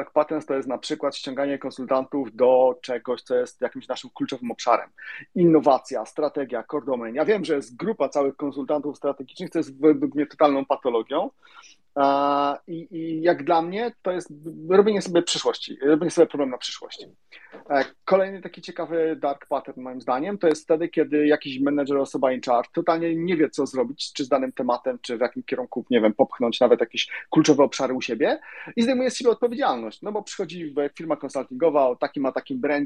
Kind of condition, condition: link, video call